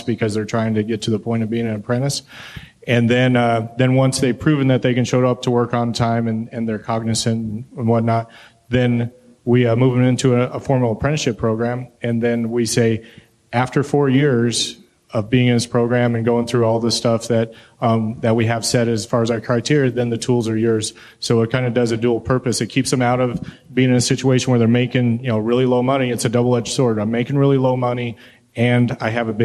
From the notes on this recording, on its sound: This power panel from Vision KC 2019